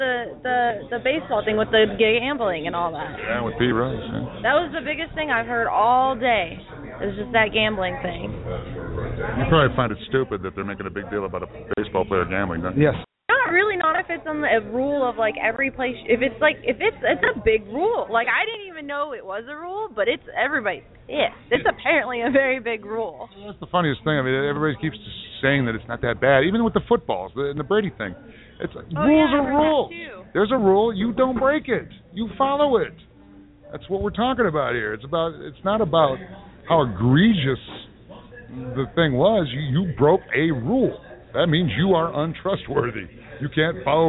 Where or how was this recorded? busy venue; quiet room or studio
busy venue